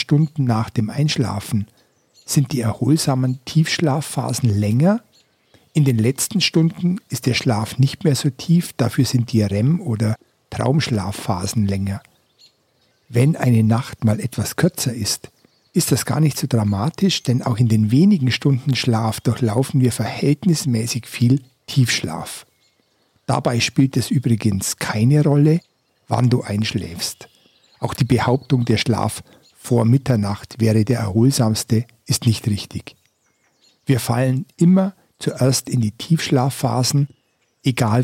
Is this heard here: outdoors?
yes